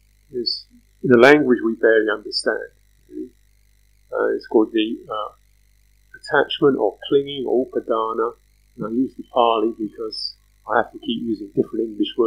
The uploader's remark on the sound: Sound quality poor due to removal of background noise. This talk is truncated by 7 minutes due to excessive noise.